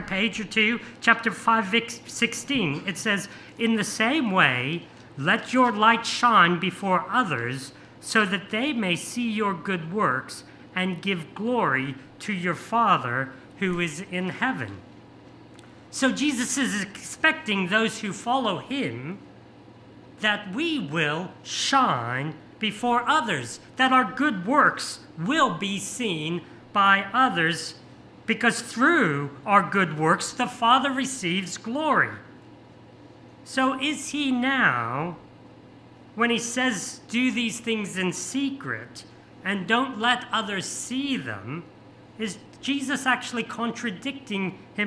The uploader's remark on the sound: This sermon was preached on 28th May 2023 at all services of Helensburgh and Stanwell Park Anglican Church.